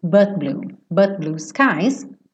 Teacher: Eu ia fazer esse T, but, mas eu já estou fechando a boca pro B, blue, então o T acaba sumindo